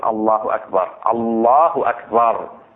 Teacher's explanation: وينبغي تفخيم اللام من لفظ الجلالة والراء من أكبر